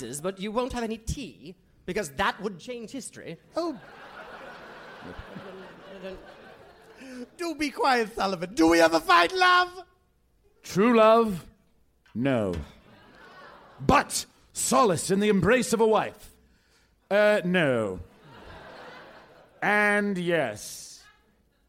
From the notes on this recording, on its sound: Recorded Live 1/22/2011 at the Marines Memorial Theater, SF Sketchfest.